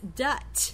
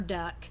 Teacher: But if he says dut for duck, that's a substitution because he's using a T sound there instead of the k, the final k · Shown in: first take